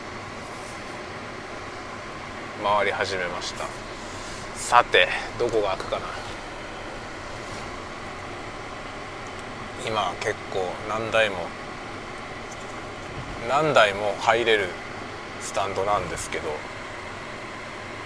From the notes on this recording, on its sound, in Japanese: 昼休みにガソリン入れに行く実況。ガソリンスタンドに行きながら車の中でしゃべりました。Stand.fm。